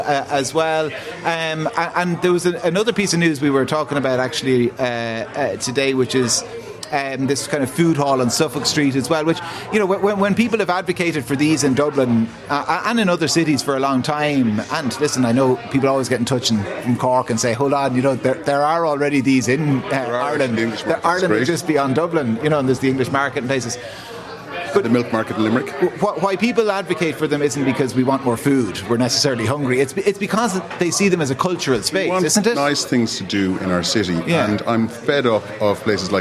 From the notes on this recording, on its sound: The Hard Shoulder was LIVE from The Bridge 1859 in Ballsbridge.